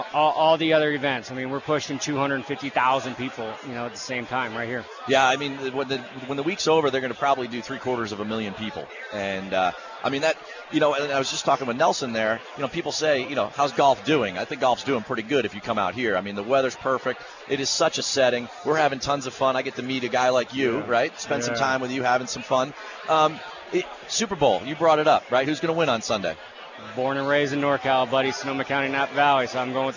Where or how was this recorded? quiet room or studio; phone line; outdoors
outdoors